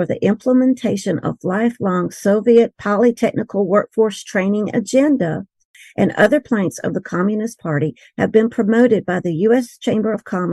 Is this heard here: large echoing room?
no